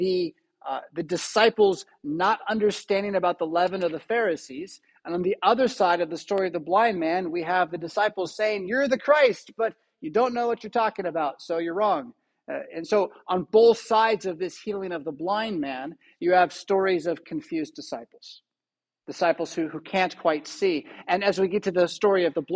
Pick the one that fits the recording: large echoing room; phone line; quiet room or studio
large echoing room